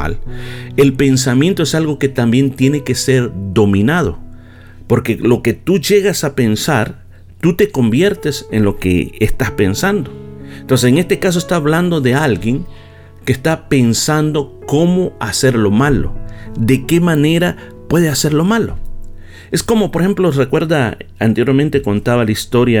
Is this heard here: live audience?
no